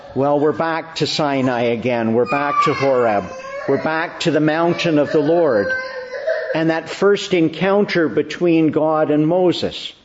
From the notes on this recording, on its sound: Morning Service. Preached in the Church of the Annunciation of the Blessed Virgin Mary, Ottawa on the feast of Pentecost/Whitsunday.